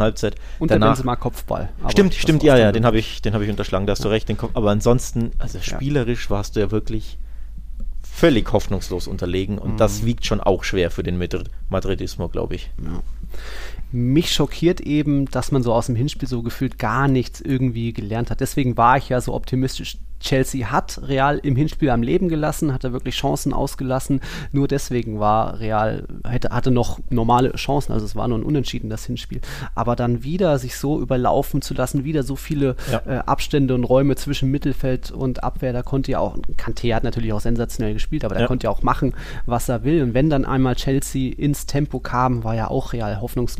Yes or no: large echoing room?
no